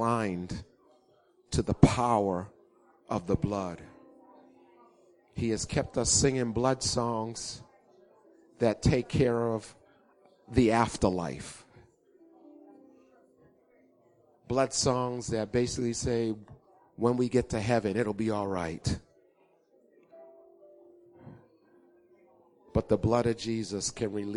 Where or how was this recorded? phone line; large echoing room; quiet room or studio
large echoing room